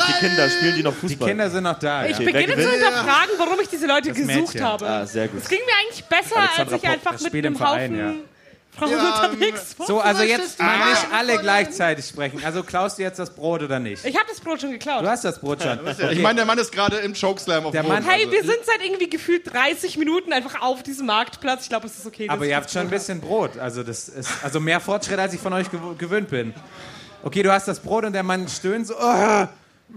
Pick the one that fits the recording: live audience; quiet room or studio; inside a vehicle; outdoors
live audience